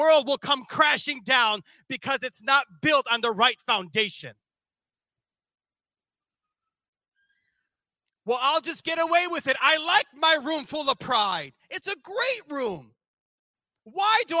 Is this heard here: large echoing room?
yes